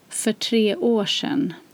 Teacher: you combine the R and the S to a sh sound